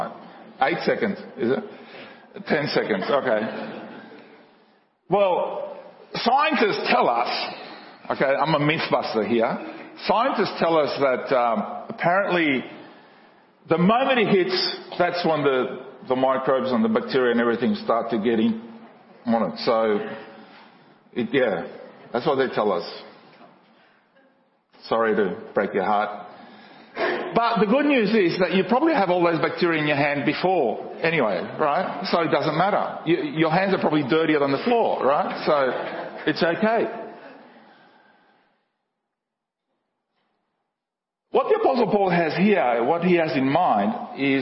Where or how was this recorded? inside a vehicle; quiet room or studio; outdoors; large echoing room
large echoing room